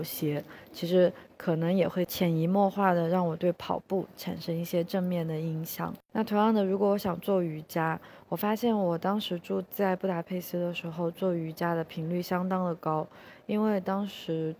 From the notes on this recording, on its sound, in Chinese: 这一期在克罗地亚的杜布罗夫尼克机场录制